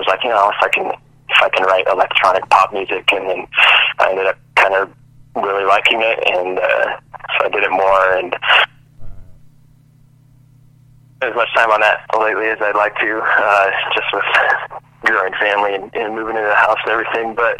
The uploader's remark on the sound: We did this one on the phone and I swear to you I got it to sound as decent as humanly possible.